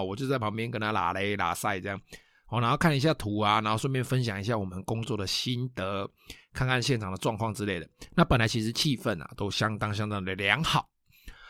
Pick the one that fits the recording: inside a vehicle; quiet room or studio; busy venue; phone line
quiet room or studio